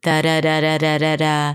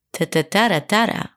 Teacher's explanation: you notice this up, going up in pitch and down in pitch, and this wavy feel of the voice · Shown in: second take